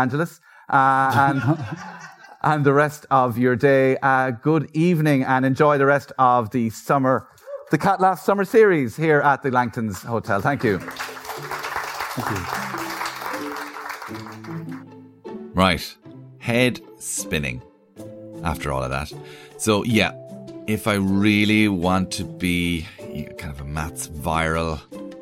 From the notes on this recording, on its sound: It's recorded at the Cat Laughs Comedy Summer Series in Kilkenny, Ireland.